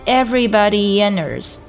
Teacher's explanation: 可以使用一个非常轻非常快的 ye 的音去过渡它